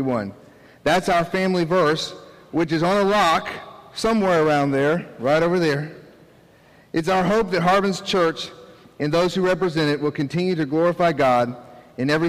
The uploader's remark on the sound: This is the audio from our special dedication service for our new worship facility.